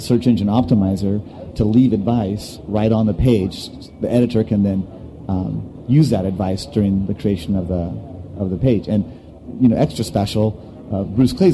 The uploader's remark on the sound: On Location from SES San Jose 2009